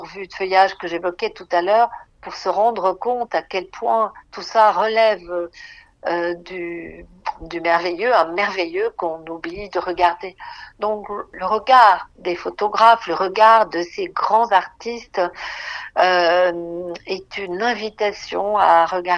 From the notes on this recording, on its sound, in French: Enregistrement réalisé par téléphone, entre Paris et le Domaine de Chaumont-sur-Loire.